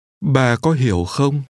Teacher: Pay attention to the low, falling, and high, rising tones in the first two words.